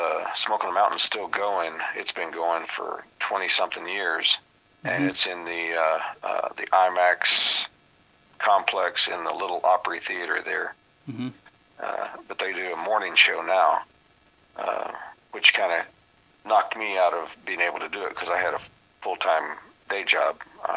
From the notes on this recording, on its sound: on the phone